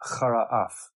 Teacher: chara and af can be run together because the ending sound of chara, the beginning sound of af, is the same sound